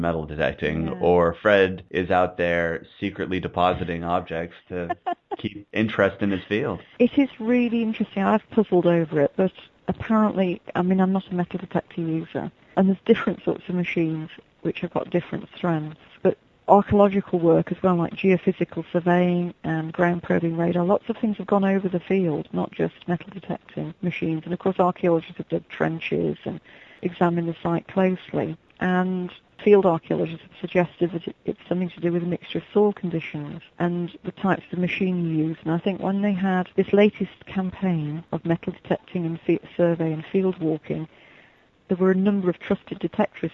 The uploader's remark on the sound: chat with us via telephone